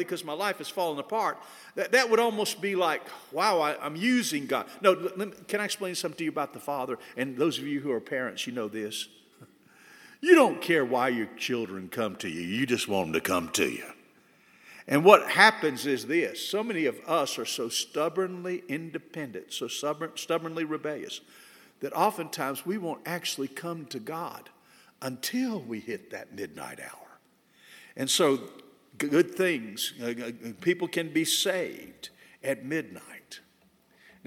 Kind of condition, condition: setting, large echoing room